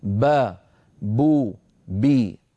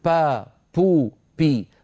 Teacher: الباء التي ينطقها العرب باء مجهورة وليست مهموسة · Shown in: first take